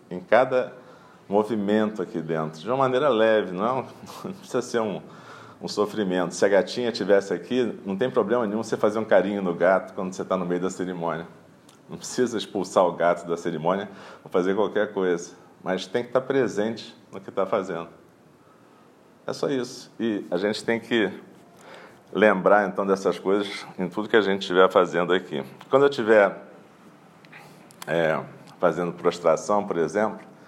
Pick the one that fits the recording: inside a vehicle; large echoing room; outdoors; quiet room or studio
large echoing room